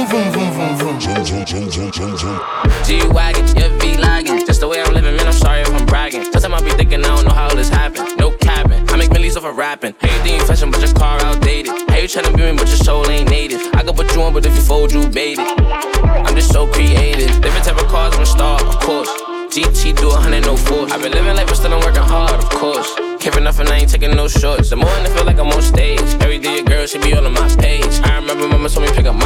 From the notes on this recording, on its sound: Each Mix is from a live recording from a DJ Booking.